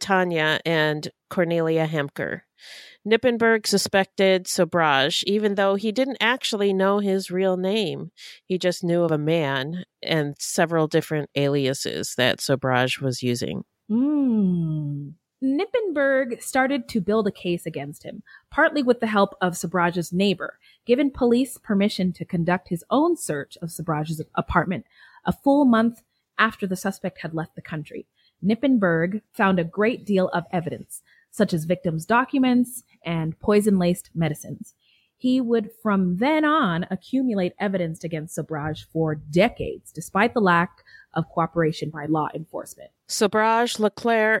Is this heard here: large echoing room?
no